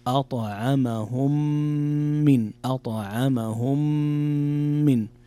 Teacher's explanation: إدغام متماثلين صغير إدغام شفوي، يقرأ أطعمهم من أطعمهم من، فيه غنة بمقدار 2 حركات